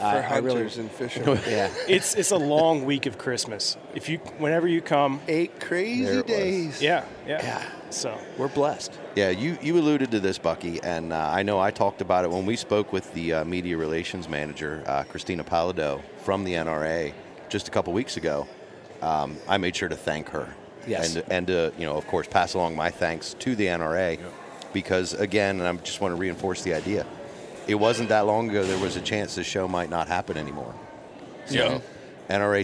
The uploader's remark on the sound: Once again, we are live from the Great American Outdoor Show in Harrisburg, Pa. It’s day 1 of the 2019 show.